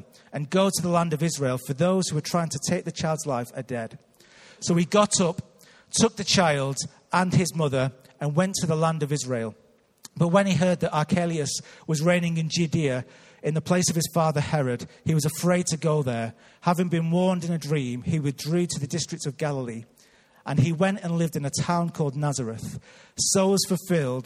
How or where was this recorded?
large echoing room